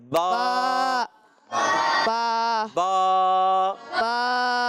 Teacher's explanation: با کا مخرج تھا دونوں ہونٹوں کا تر حصہ